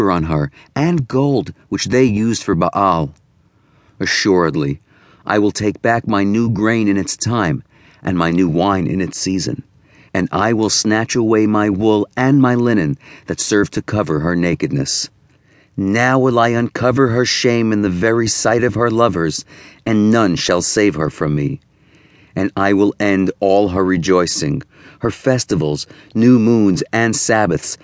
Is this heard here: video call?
no